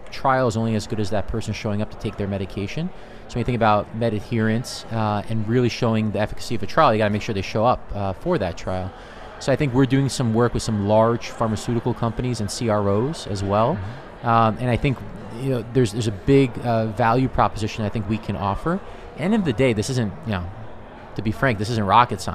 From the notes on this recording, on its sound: recorded at HLTH in Las Vegas